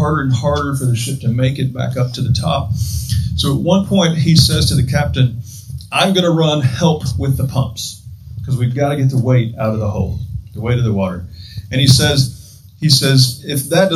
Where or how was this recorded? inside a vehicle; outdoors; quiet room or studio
outdoors